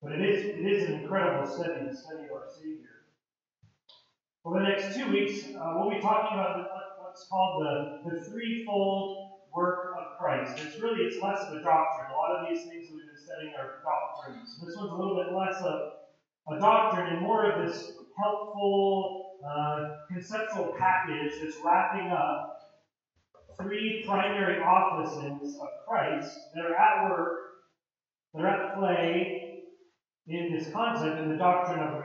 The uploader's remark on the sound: POOR AUDIO QUALITY